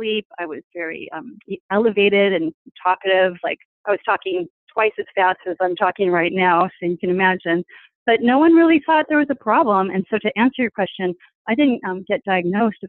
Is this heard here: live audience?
no